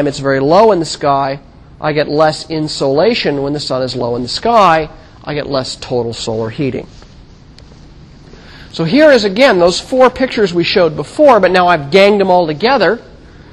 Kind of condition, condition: setting, large echoing room